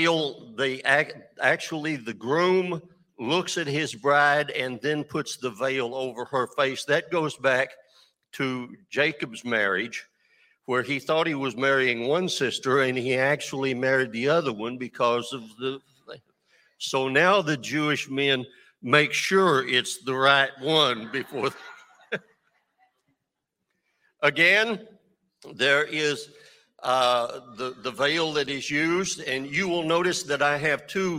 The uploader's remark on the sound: At Newark United Pentecostal Church.